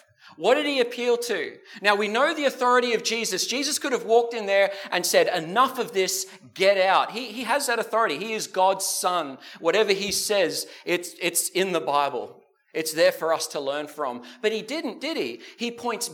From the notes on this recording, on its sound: This sermon was preached at the South Grafton and Maclean services.